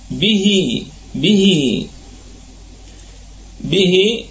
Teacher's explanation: الباء فيها قلقلة نسبية، والهاء فيها صلة كبرى حال الوصل. · والهاء فيها صلة كبرى حال الوصل. أما نقف عليها بوجه واحد فقط بالسكون المحض ولا روم ولا إشمام.